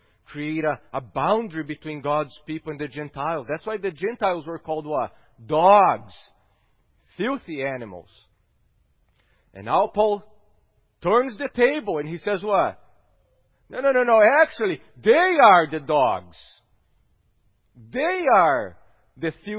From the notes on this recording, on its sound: at Gracious Cross Reformed Church Salem on Sunday, January 24th, 2021.